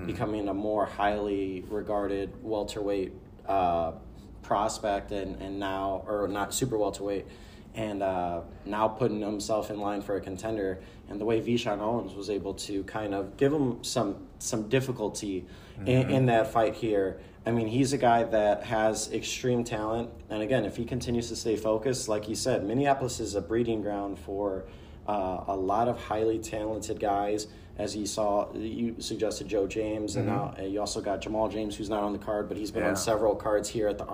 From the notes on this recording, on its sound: At a Friday morning press conference in Minneapolis. Press Conference and Interviews. This special edition of the podcast offers highlights from the presser and one-on-one interviews.